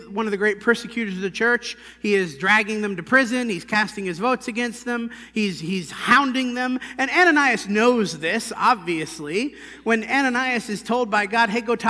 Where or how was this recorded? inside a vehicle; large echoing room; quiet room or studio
large echoing room